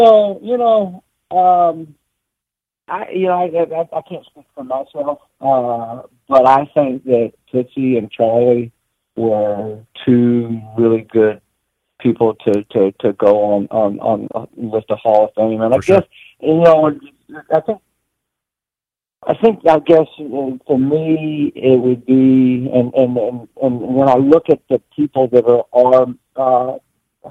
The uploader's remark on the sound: Audio Disclaimer upfront...the phone connection was a little brutal.